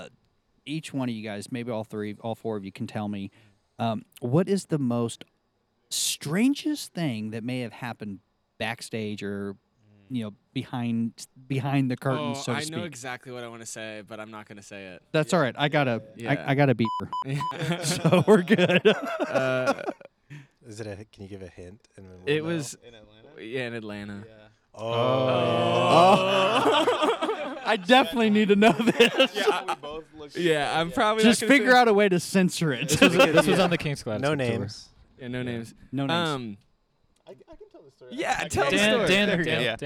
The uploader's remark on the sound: We actually recorded this backstage at their concert a few weeks ago.